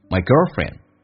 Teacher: my 基本上都没有发得很完整，所以近似于发单元音一样，嘴巴没有这么打开，变成 mygirlfriend，降调读 mygirlfriend。